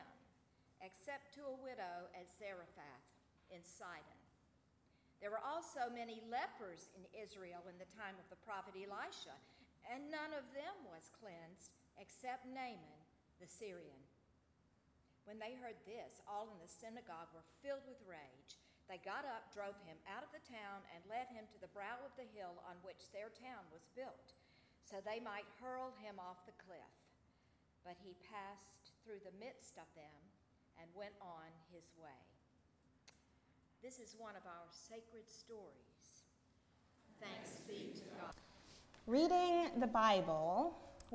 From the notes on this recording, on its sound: at Northminster Church on July 7, 2019